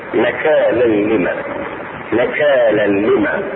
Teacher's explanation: التنوين مع اللام تدغم بغير غنة